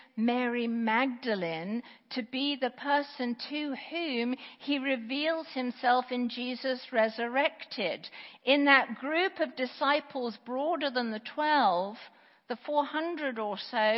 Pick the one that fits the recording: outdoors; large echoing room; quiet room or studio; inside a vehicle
large echoing room